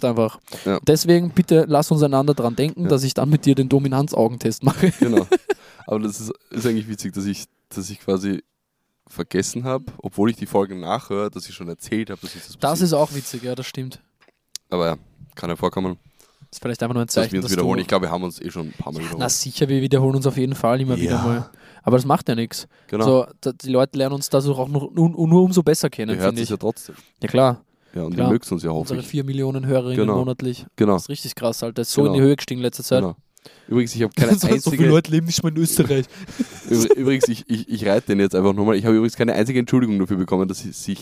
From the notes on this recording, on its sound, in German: Wir haben die erste Outdoor Folge aufgenommen und das in the beautiful countryside. Falls also der eine oder andere Vogel zwitschert, wisst ihr, das waren nicht wir.